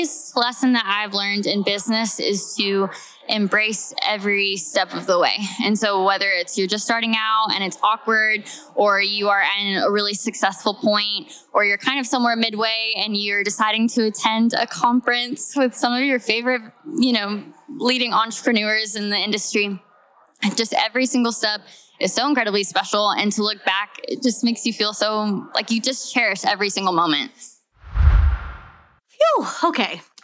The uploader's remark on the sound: At The Heart Conference earlier this year we had a bunch of attendees sit down and share each of THEIR biggest lessons they’ve personally learned in their business. We LOVED getting the opportunity at the conference to just point the mic at YOU.